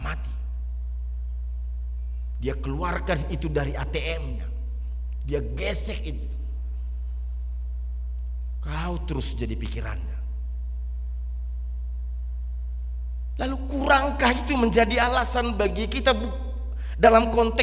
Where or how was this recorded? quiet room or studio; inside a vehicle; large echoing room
large echoing room